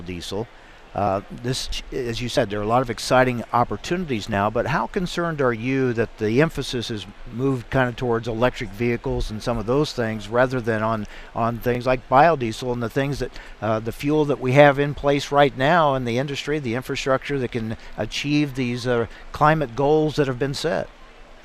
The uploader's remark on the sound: Reports live from Husker Harvest Days in Grand Island, NE from the Syngenta tent.